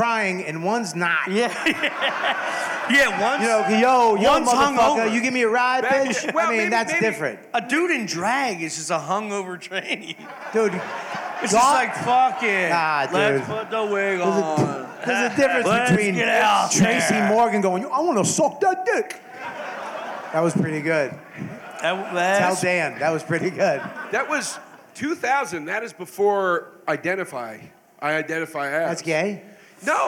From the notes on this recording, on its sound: Live from Skankfest! Live From Skankfest 2023.